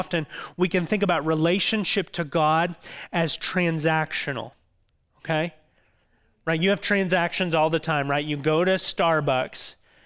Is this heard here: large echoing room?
yes